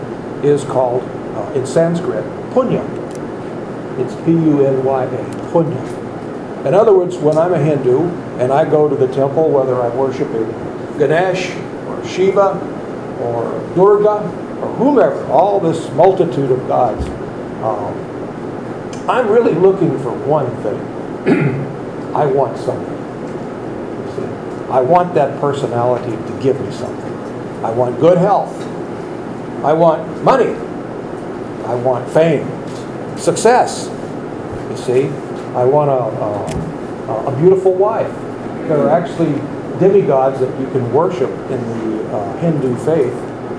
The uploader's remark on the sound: Recorded lectures from accross the USA, London & India.